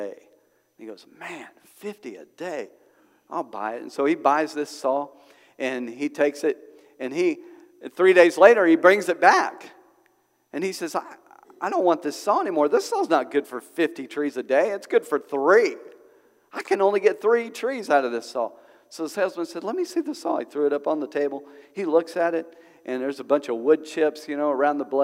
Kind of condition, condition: setting, large echoing room